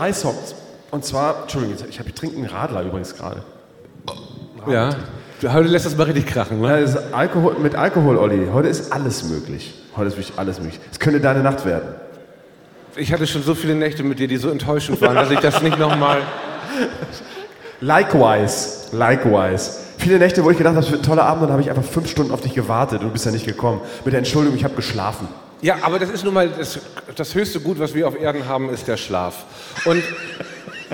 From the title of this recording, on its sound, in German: Live aus Bochum